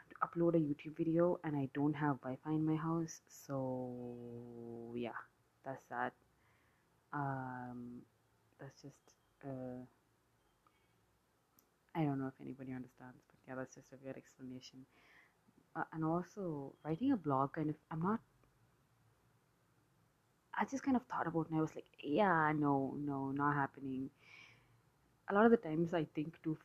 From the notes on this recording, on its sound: This introductory episode is completely imperfect, unscripted rambling, background noise and am I even audible?